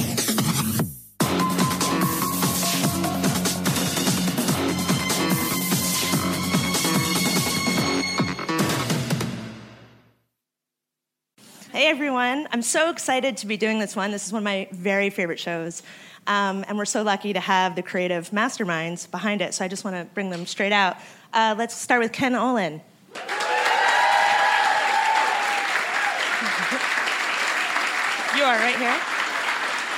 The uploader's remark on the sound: Recorded at ATX Television Festival